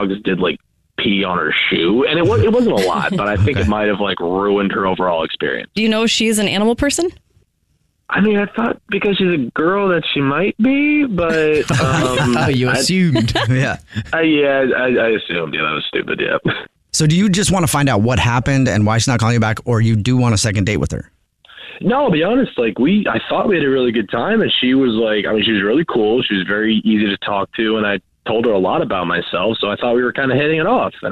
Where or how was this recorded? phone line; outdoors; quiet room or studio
phone line